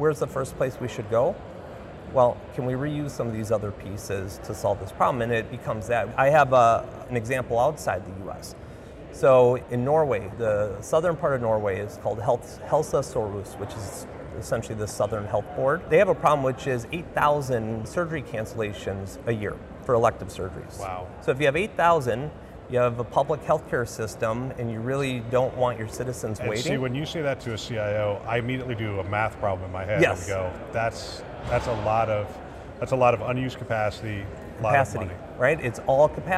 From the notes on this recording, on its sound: an Interview in Action live from CHIME